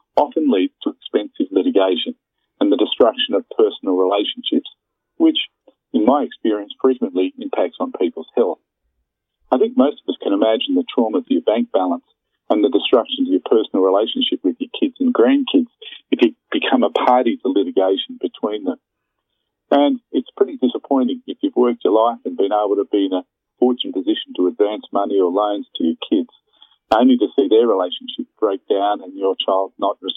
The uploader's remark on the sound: Phone interview.